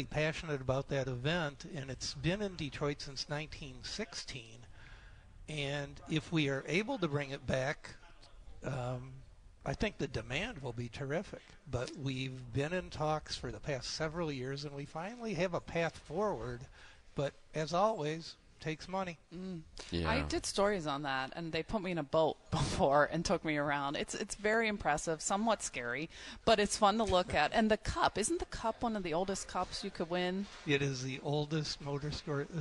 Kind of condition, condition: setting, busy venue